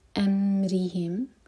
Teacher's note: امرہم، خیال سے میم پر جھٹکا نہ ہو، رو کے نیچے کسرہ تو رو باریک، زبان کی صرف ٹپ سے پڑھیں گے